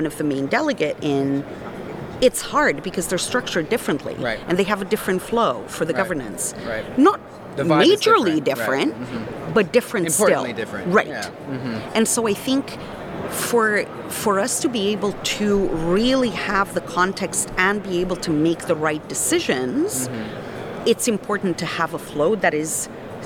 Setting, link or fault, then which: setting, busy venue